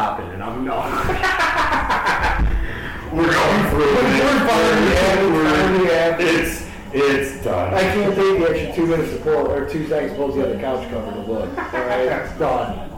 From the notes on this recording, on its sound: We will get better mics i swear.